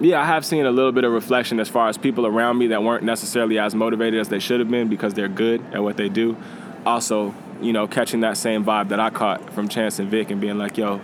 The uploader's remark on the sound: Recorded at SXSW 2016